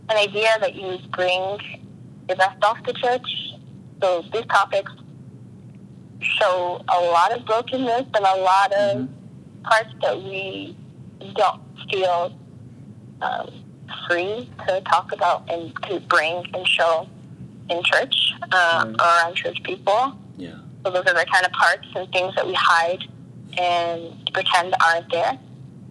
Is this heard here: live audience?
no